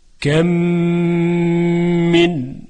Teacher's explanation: خب اینجا هم ادغام میشه، کم من. دقت داشته باشید که میزان غنه یعنی کشش صدای غنه برابر با دو حرکت هست